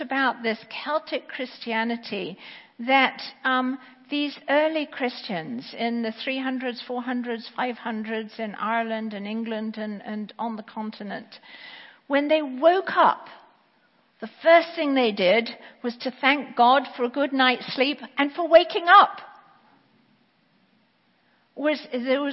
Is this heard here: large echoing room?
yes